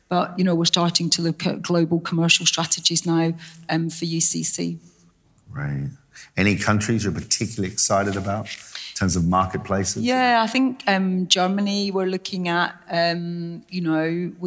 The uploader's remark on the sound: Recorded at the European Coffee Symposium last month in Barcelona. The final two interviews from the 5THWAVE Live sessions - recorded at the European Coffee Symposium last month in Barcelona.